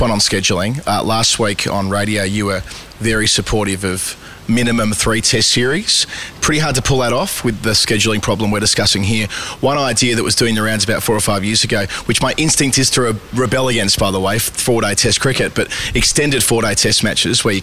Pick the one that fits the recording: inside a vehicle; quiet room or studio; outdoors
outdoors